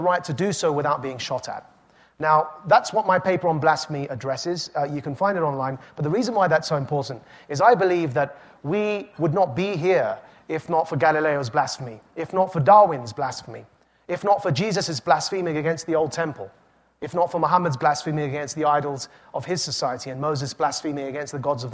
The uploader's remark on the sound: This talk was recorded live at the Aspen Ideas Festival.